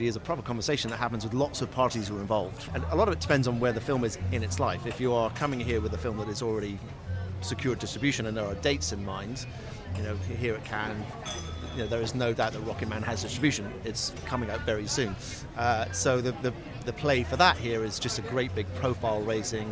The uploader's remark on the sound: Screen International reports from the Cannes Film Festival. Special edition recorded on the ground at the Cannes Film Festival.